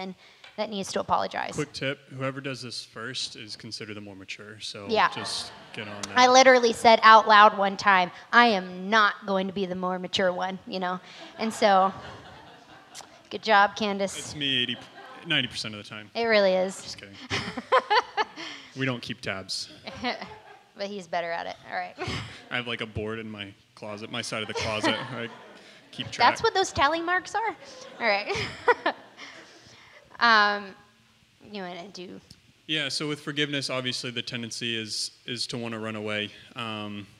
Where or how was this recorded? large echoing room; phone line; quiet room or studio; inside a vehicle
large echoing room